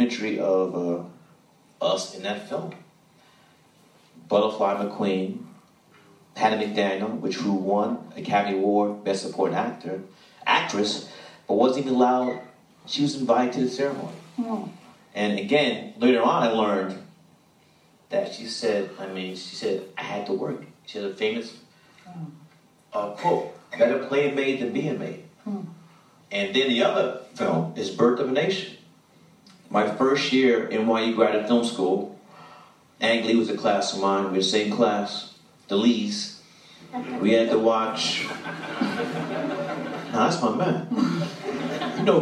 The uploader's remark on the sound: After an exclusive screening of BlacKkKlansman. A couple questions from the audience.